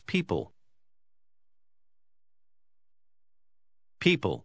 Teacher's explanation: Pronuncie la combinación E-O como si fuera un sonido I largo